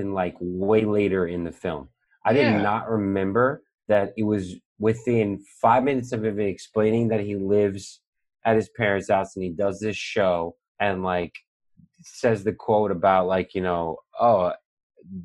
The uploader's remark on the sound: On Zoom so there are some small sound discrepancies and tech issues.